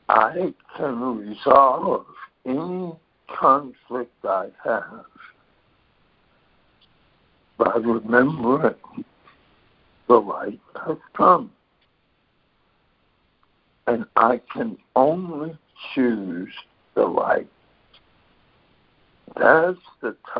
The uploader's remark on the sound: ACIM Daily Conference Call